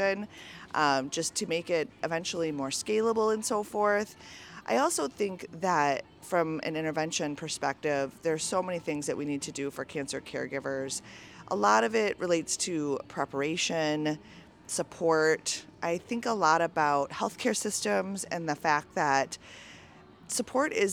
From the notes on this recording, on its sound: Listen in to this live podcast from the 2023 Oncology Nursing Society (ONS) Congress